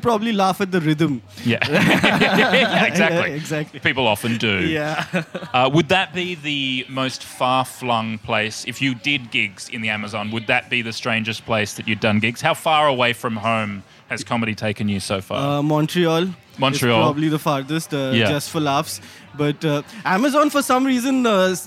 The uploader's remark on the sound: We’re taking you backstage at Comedy Republic. We're recording heaps of bite-sized episodes live in the green room with the who's who of comedy. Recorded at Comedy Republic.